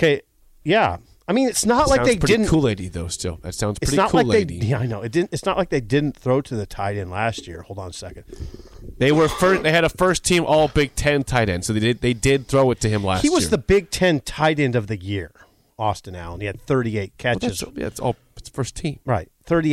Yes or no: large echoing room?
no